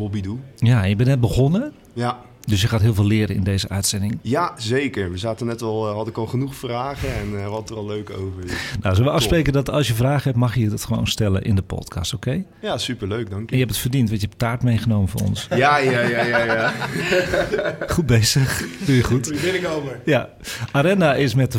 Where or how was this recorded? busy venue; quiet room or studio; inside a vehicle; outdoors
busy venue